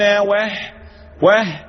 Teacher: الهمس اللي في الهاء الضعف اللي في الهاء